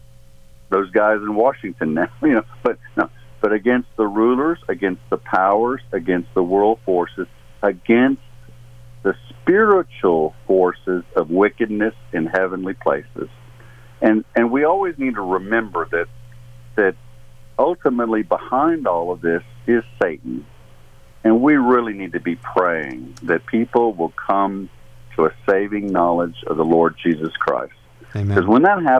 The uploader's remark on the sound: takes phone call